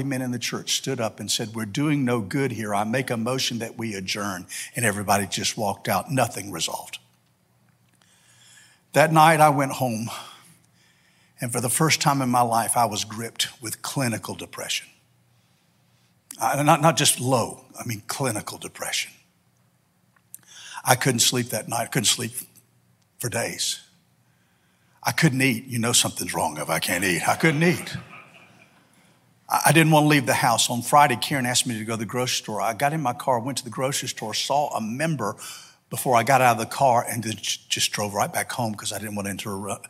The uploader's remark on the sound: This sermon was delivered on December 4, 2022 at First Baptist Church Hendersonville, NC.